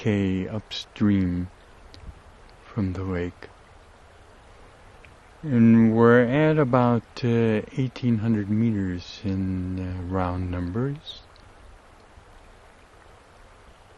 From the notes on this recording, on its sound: RECORDED above 6 Mile Meadow, West Forth of the WALLOWA RIVER, Eagle Cap Wilderness, OREGON. I ran out of Sun2Sound, so this is just the first part.